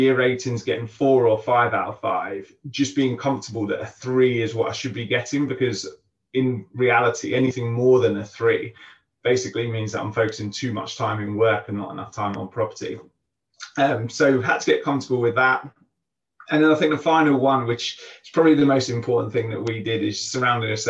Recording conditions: video call